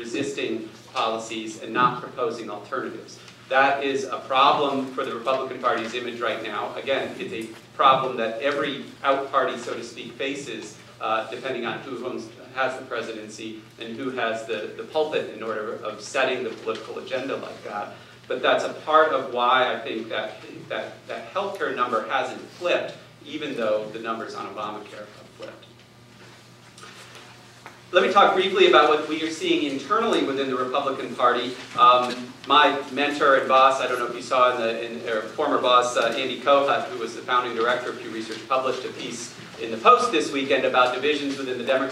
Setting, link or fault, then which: setting, live audience